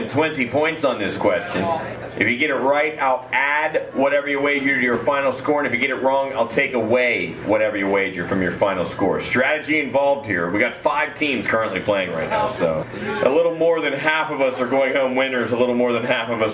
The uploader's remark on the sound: Recording from game at Brickside Bar and Grille, Bridgeport WV, Jan 9, 2021.